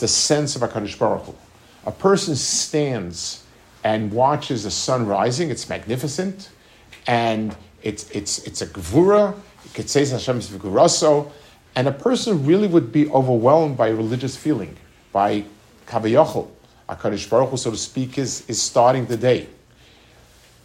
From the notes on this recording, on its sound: Delivered at the YU Community Kollel in Los Angeles. Delivered at the YU Community Kollel in Los Angeles.